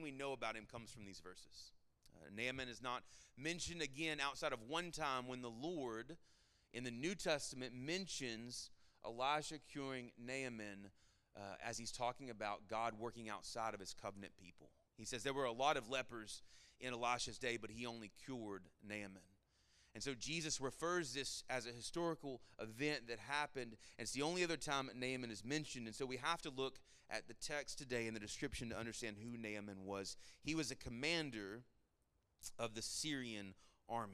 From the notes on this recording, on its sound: Sermon Audio from our Worship service